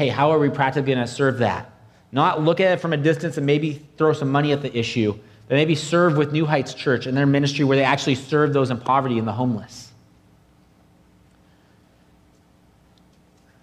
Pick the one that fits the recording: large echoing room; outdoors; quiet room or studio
large echoing room